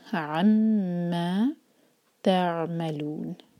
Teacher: اما نہیں ہوگا، عما تعملون، نون کی آواز غائب نہ ہو، اور لو چار حرکہ، ما مدعي للسكون.